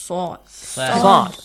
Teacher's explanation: Say the word sad in English that we have. Say it with an aw sound.